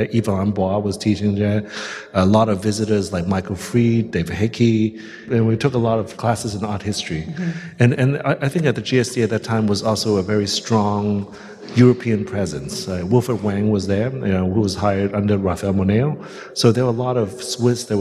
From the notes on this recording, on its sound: In front of a live audience at this year's LA Design Festival.